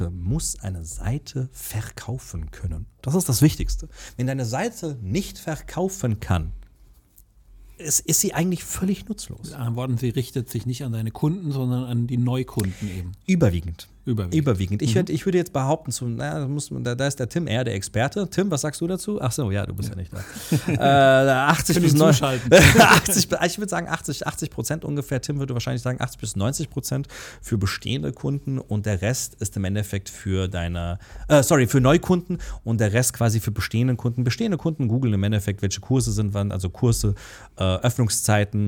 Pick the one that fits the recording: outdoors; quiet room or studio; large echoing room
quiet room or studio